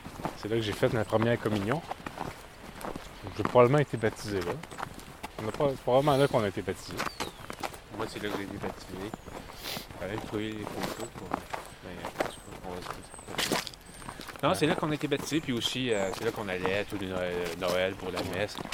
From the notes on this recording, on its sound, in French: Enregistré dans les rues de St-Hyacinthe